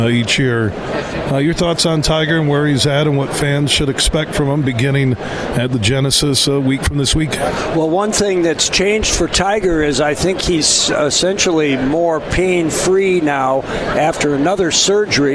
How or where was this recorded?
busy venue